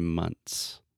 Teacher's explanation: with the word months, I actually do not say the th